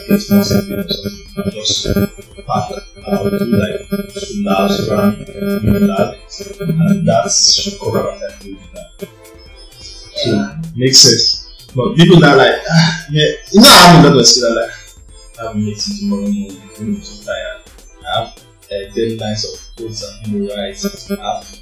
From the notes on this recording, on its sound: there was a bit of issue with the sound